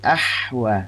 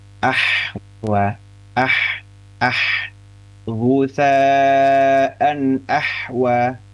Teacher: Huruf ha, ya, huruf ha itu tenggorokan tengah. Jadi kalau secara ngoroknya itu sebetulnya bersih dari ngorok sebetulnya huruf ha itu.